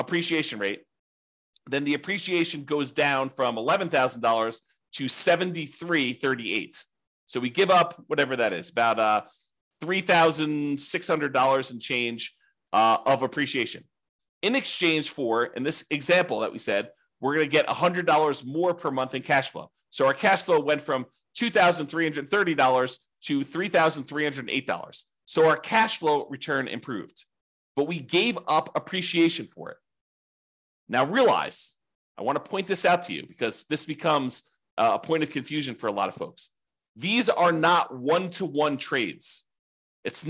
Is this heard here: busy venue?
no